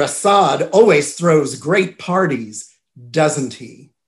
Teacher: And when you hear that little tag question, isn't it, doesn't he, with falling intonation, that's not really a question.